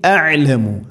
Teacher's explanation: മഖ്റജ് അടുത്താണ്, തൊണ്ടയുടെ താഴെ ഭാഗവും തൊണ്ടയുടെ മധ്യഭാഗവും, മഖ്റജുകൾ അടുത്താണ് ഹംസയും ഐനും. ശ്രദ്ധിക്കണം, അഅലമു അഅലമു എന്ന് രണ്ടും അയിന് അല്ലെങ്കിൽ ഹംസ ഒന്നും ആവരുത്.